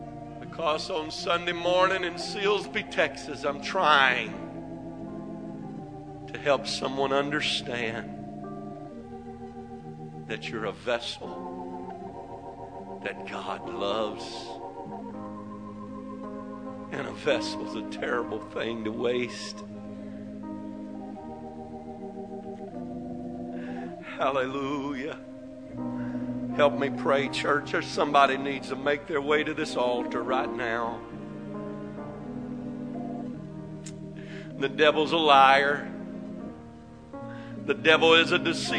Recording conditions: large echoing room